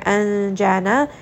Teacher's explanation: So I will merge this noon sound within the next letter, which is the letter jim. · Term: ikhfa